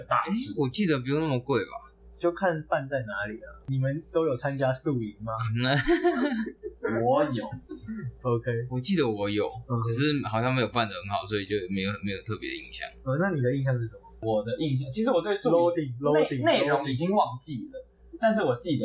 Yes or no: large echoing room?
no